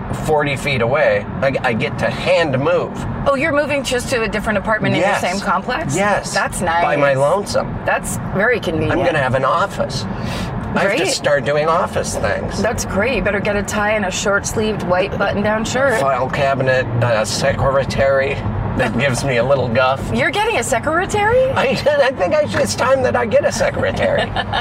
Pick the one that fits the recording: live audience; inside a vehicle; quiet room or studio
inside a vehicle